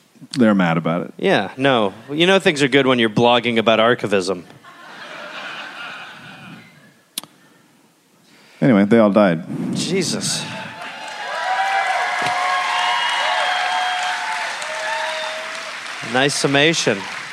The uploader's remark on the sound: Recorded live in Dallas.